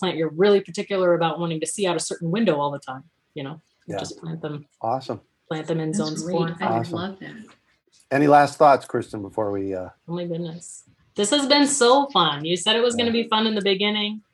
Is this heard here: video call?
yes